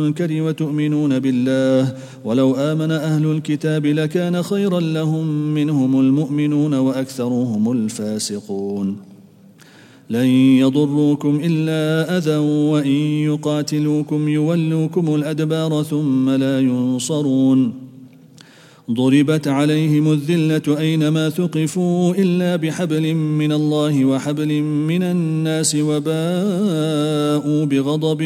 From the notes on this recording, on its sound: at the Houghton Masjid (West Street)